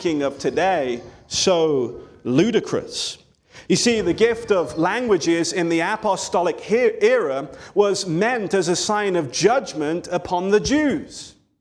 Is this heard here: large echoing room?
yes